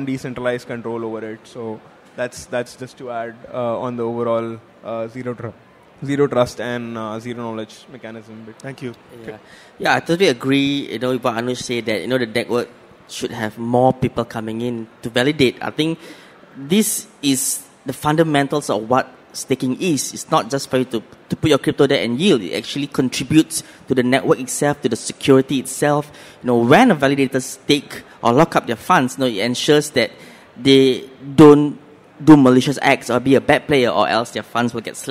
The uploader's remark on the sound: Panel Discussion at Crypto Expo Asia 2023